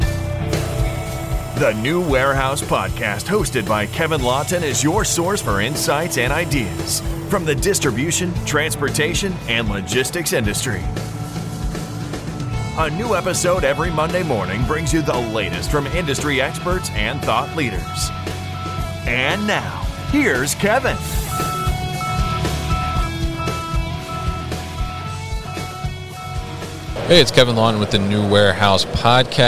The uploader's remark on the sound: Signode at MODEX 2022